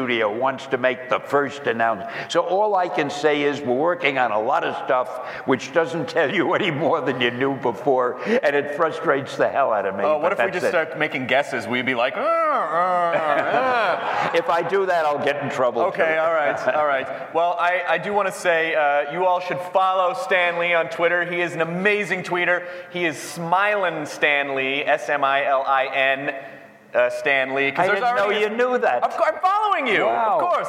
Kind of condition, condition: setting, live audience